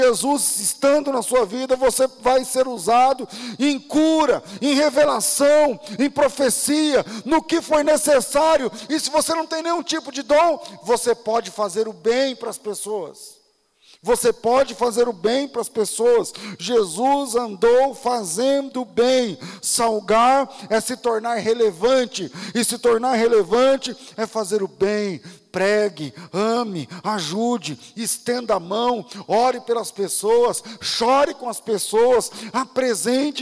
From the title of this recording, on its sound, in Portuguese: Culto ao vivo